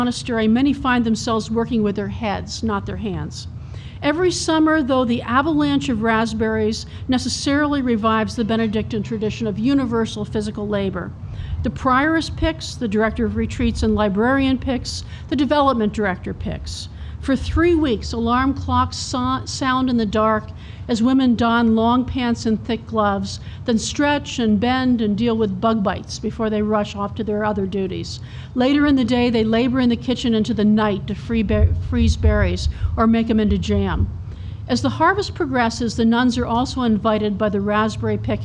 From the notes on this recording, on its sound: take questions at The Modern Hotel's Campfire Stories, June 13, 2016, recorded by Radio Boise